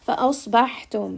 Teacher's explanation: فَأَصْبَحْتُمْ، Hamza here is light, صَاد is heavy. فَأَ، and then صَاد is heavy, فَأَصْ. · Term: light to heavy